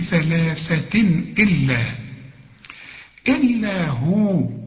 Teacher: ثلاثة تنوين وبعده همزة. الهمزة من حروف الإظهار، ما تغنش